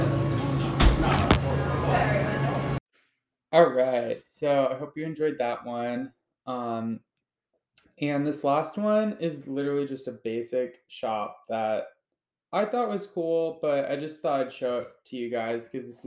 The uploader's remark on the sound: At each coffee shop I visited, I interviewed a barista, owner, or manager. I always recorded the conversation on my voice memos app through my iPhone.